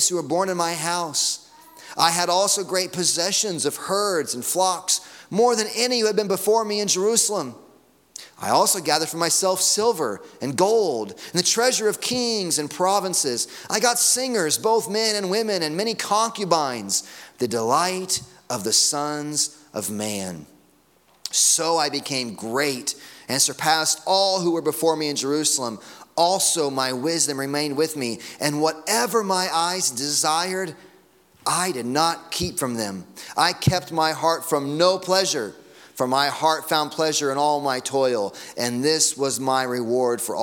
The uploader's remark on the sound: Sunday morning sermon audio.